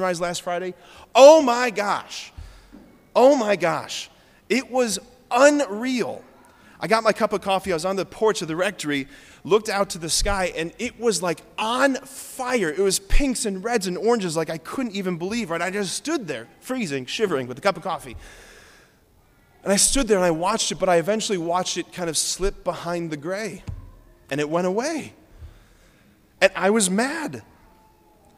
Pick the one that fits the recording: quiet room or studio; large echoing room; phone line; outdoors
large echoing room